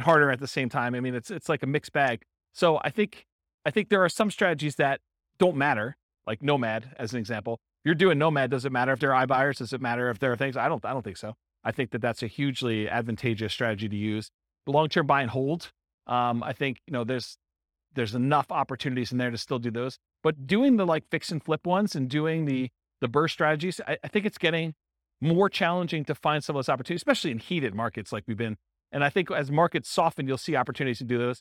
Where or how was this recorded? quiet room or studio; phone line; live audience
live audience